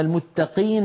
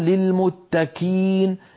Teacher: القاف من أقصى اللسان مع الحنك اللحمي، الكاف من أقصى اللسان فوق مع الحنك اللحمي والعظمي